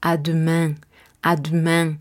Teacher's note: no estoy pronunciando tan fuerte la E después de la D. Lo que hago es conservar el sonido de la D.